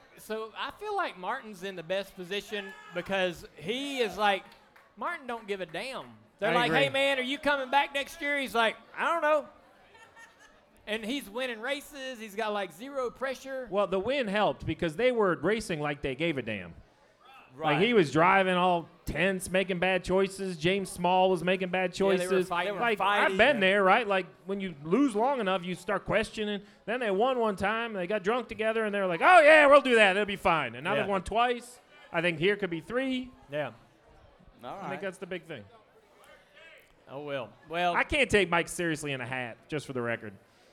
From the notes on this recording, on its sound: live from Ole Red on Broadway in Nashville.